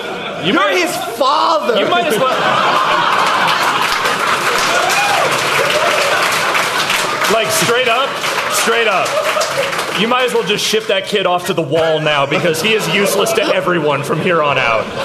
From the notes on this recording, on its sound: We're live at PAX Prime 2015